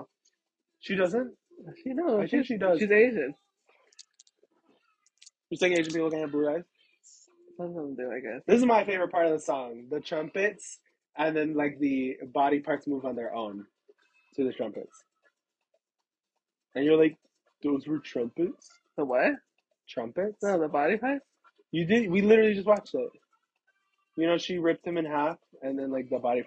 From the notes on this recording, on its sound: Sorry for the audio troubles! It's just our singing lol. Join us for our in-person recording as we sing along to our favorite songs.